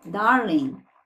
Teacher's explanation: E a gente não vai falar o G, darling. Não precisa falar, né? Não é darling, é darling, é um i fechado.